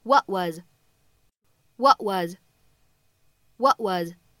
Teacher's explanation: 当 what 和 was 放在一起的时候呢，我们会有一个类似于不完全爆破的处理